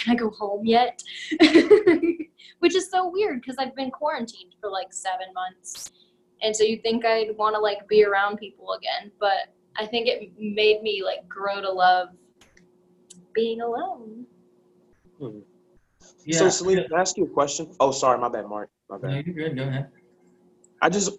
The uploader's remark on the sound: as they talk through a zoom call